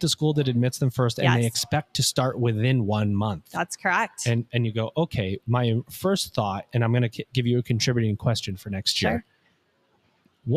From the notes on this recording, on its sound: LIVE from InsightsEDU 2024. Recorded LIVE & in person from the InsightsEDU 2024 conference in Phoenix, AZ.